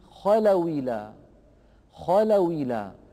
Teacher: نقلنا كسرة الهمزة إلى الواو الساكنة قبلها وحذفنا الهمزة من اللفظ · Term: نقل حركة الهمزة